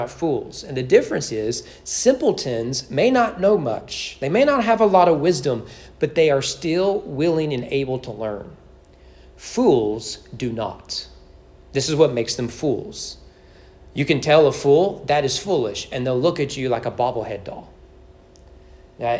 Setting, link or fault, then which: setting, large echoing room